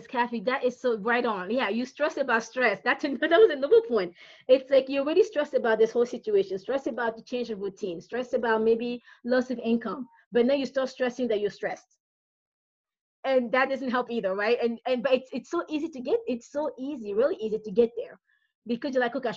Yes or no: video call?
yes